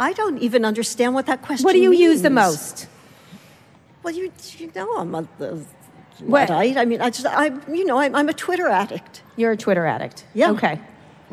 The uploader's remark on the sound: at the 2017 edition of Werk It, WNYC’s women-in-podcasting festival